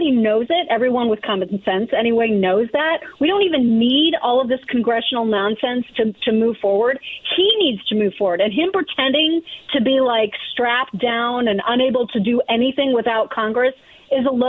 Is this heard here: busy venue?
no